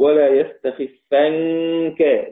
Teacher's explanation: ولا يستخفنك بنون أيضا ساكنة بعدها كاف يقرأها بالإخفاء